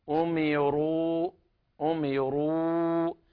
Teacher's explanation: عند رواية حفص يقرأ بالتفخيم الراء، أما ورش يقرأ بالترقيق الراء